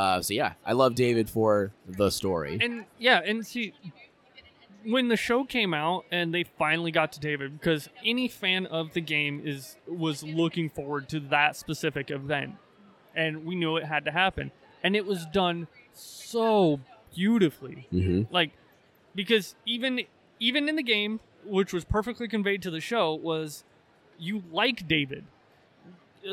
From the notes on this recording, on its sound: Recorded on-location during day one of Des Moines Con 2023